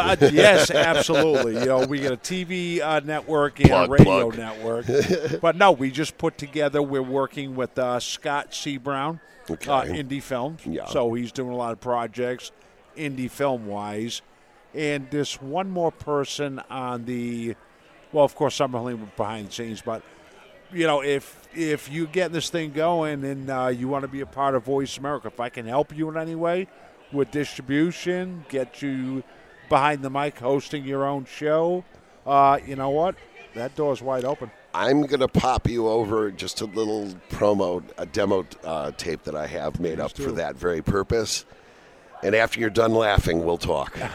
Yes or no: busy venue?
yes